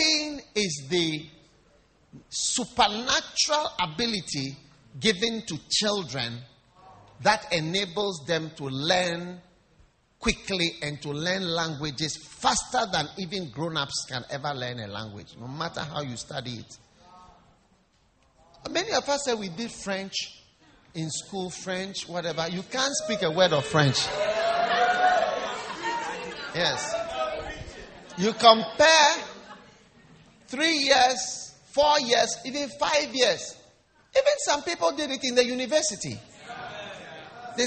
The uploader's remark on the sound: Preached at the First Love Church, Valley View University